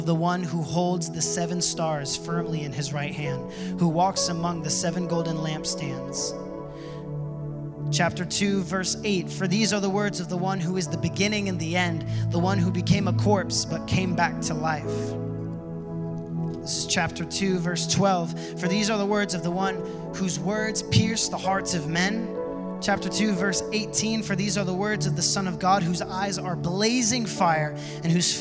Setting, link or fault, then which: setting, large echoing room